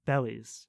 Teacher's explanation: So try to say it flat, like bellies, or just slightly up a little bit so that way it sounds more positive.